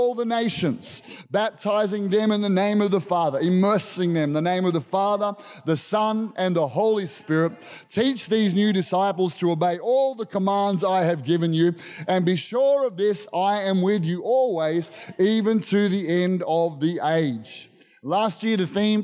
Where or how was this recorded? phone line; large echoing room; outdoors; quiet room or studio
large echoing room